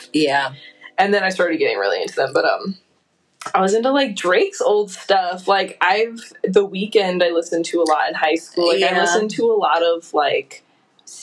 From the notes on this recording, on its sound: Listen to our terrible sound quality of our very first episode! If you can get past our kinks we’ve since worked out.